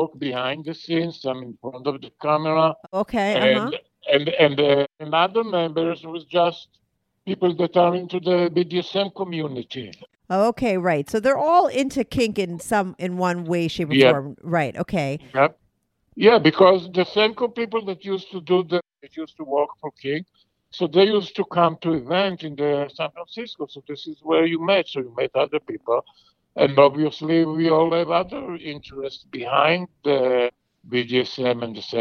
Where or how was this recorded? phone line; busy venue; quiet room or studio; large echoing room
phone line